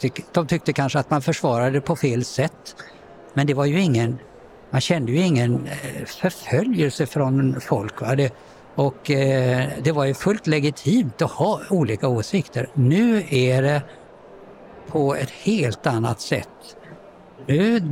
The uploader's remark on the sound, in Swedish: Flera av inspelningarna är från årets bokmässa, där Folkets Radio tillsammans med Karneval förlag höll en serie diskussioner.